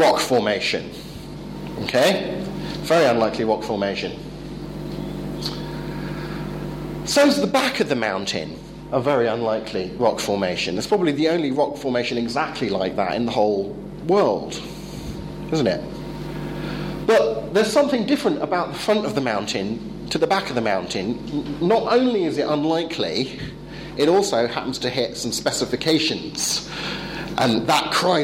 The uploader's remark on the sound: Talk delivered at the European Leadership Forum 2013 in Poland.